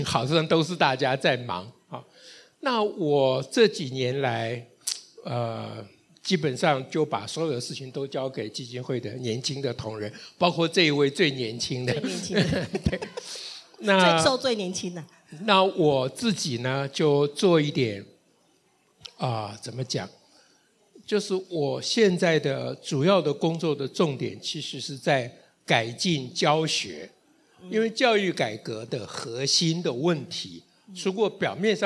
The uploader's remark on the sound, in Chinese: 台北聚賢會現場Podcast